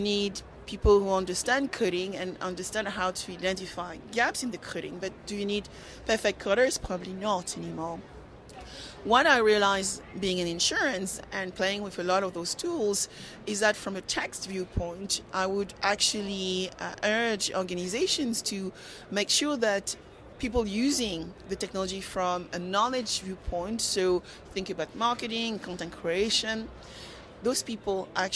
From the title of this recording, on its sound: Live from ITC Vegas ’23